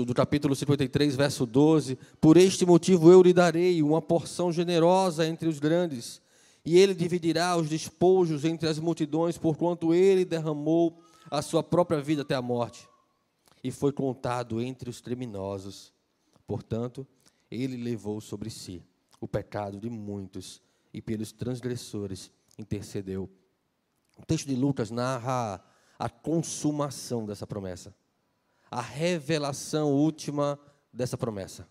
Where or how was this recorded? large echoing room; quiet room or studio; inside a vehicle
large echoing room